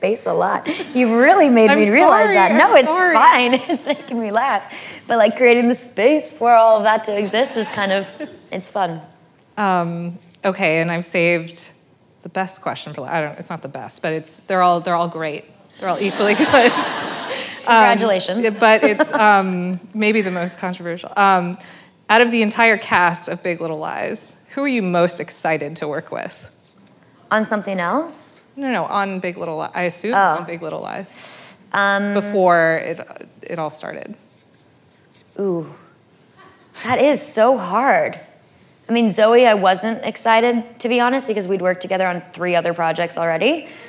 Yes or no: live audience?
yes